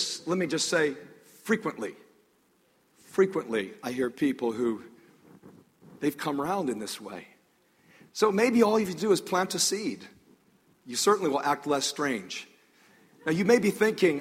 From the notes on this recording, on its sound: This sermon was recorded on June 8, 2014 a the North River Church of Christ in Atlanta, Georgia.